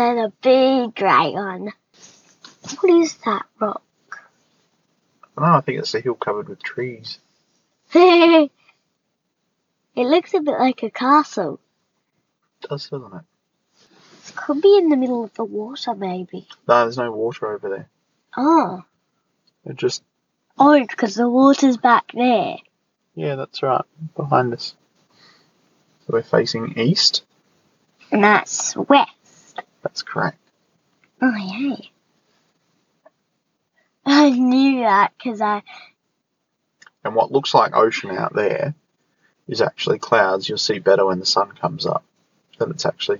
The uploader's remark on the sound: The sound isn't great because we're sitting in Daddy's car, and the birds get very loud about half way in.